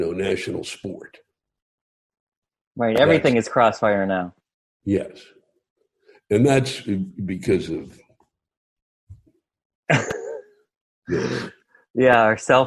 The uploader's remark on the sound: Spoke with me over Zoom.